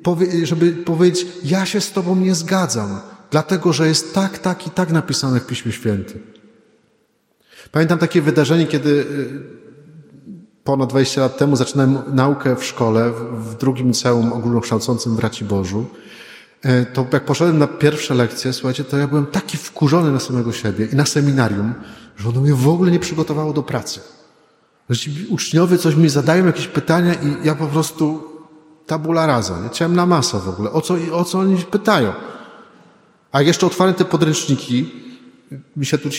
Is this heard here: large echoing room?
yes